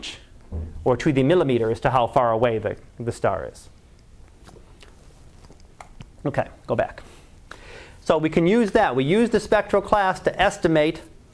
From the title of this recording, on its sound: Live Class Lecture